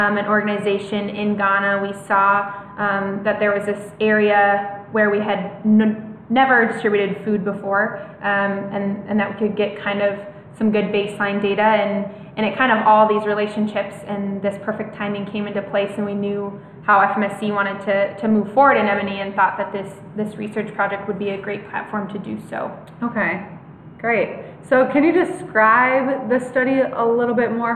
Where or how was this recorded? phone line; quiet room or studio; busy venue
busy venue